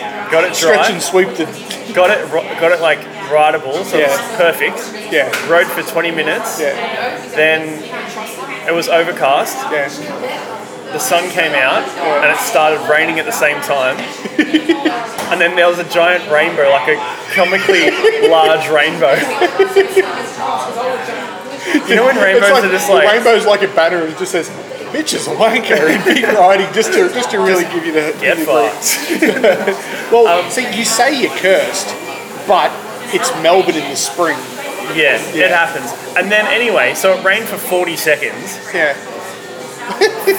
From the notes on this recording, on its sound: The audio in this one isn't the greatest, as it was recorded in a coffee shop. Also, the microphones didn't work.